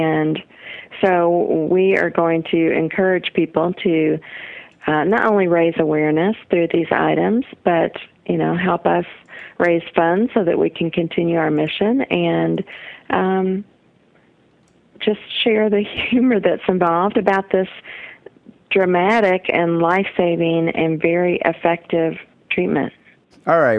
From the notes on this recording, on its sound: Phone calls.